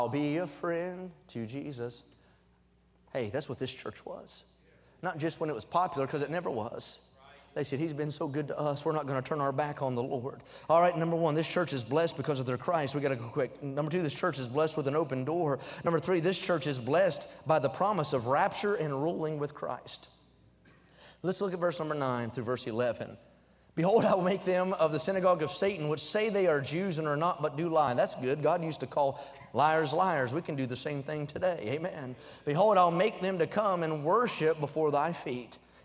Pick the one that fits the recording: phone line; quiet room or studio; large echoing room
large echoing room